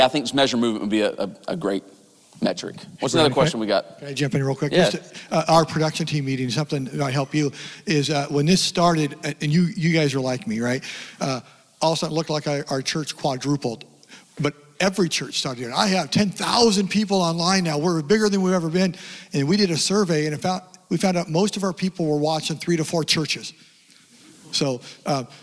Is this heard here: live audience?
yes